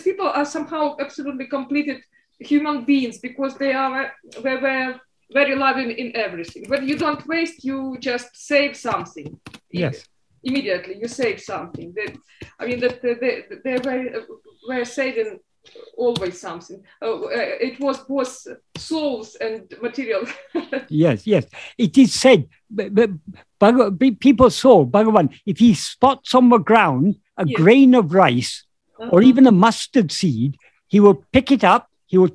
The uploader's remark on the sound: In a Zoom meeting with the Ramana group, Helsinki, on 23rd April 2022